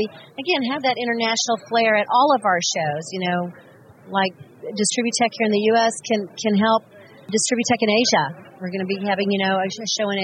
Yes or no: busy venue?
yes